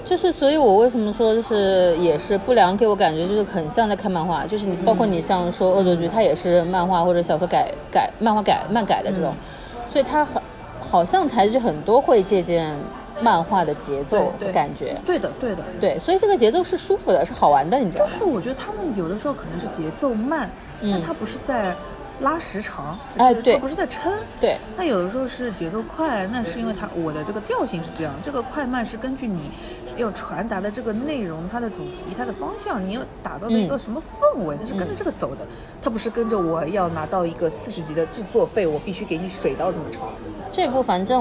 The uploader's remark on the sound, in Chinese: 每次录制基本都是在餐厅吃饭，没有条件升级录音设备。本次录制花费：映彩餐厅。